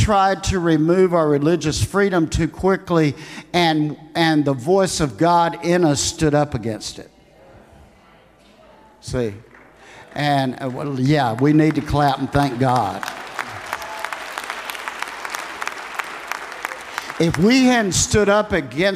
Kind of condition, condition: setting, live audience